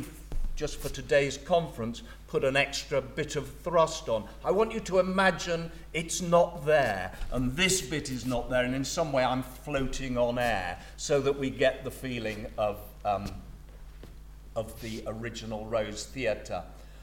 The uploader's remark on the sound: Recorded on November 17, 2017 at the Rose Theatre, Kingston.